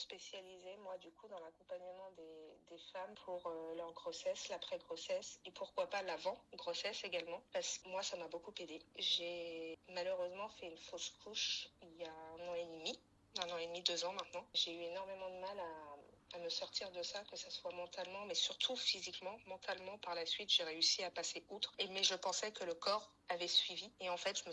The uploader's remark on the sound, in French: Cet épisode est enregistré par téléphone